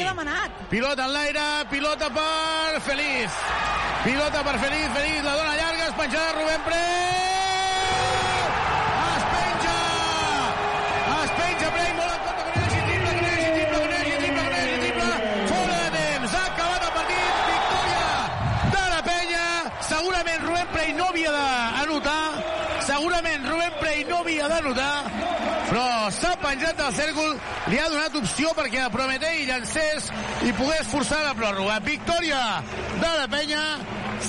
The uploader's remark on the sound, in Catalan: Transmissió en directe del partit